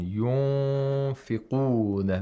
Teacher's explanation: إِخْفَاء of Nun Sakina means that the Nun Sakina is not pronounced from its original place of articulation. In fact, nothing remains of the Nun except for the nasalization. And in order to apply ikhfa, you have to look at the letter that's after the Nun Sakina.